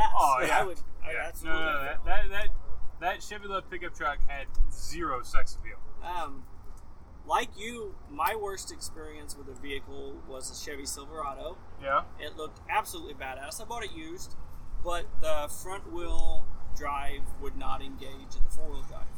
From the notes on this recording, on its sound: We are live at the Bommarito 500